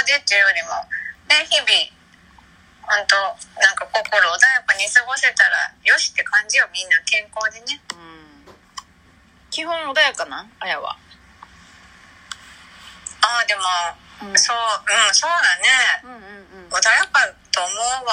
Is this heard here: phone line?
yes